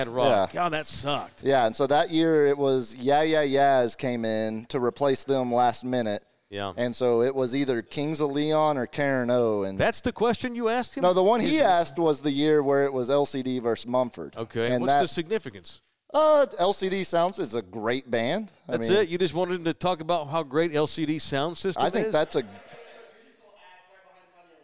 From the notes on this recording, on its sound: Live from Texas Cheer Liquor in San Antonio, TX.